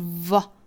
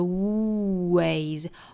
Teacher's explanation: 上齿去摩擦下嘴唇发 v 那再跟后面连读就是 v 那后面这个 ways 里面的这个辅音呢是要求嘴巴嘟起来的